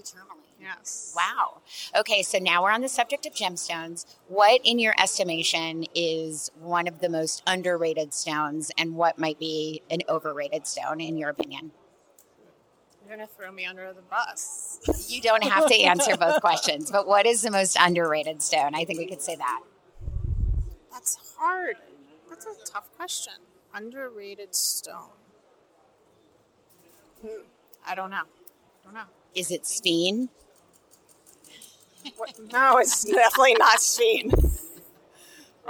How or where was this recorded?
outdoors